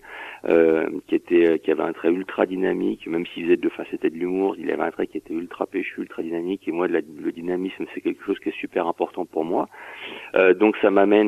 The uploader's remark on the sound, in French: qui reçoit par téléphone